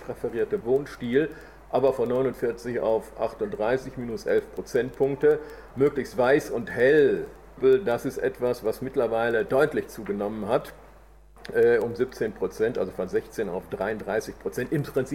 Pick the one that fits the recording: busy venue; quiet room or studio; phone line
busy venue